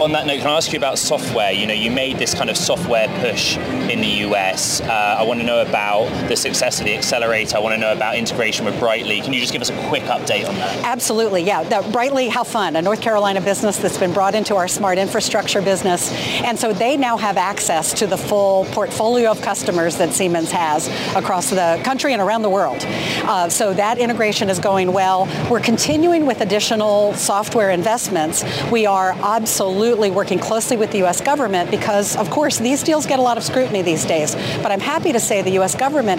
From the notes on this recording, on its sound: Live from CES Day Two. Live from CES in Las Vegas break down the latest in consumer technology from the biggest show there is.